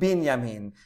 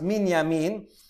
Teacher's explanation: Bet and Mem are both bilabials and often interchange in pronunciation.